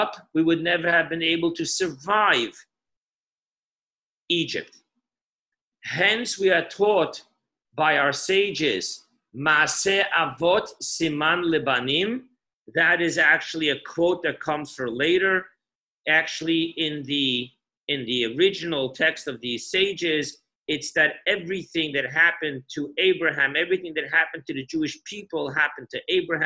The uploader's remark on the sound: Parsha Zoom Class.